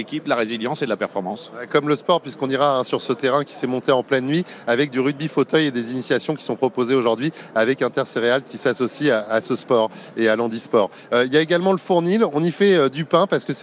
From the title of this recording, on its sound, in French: En direct du SIA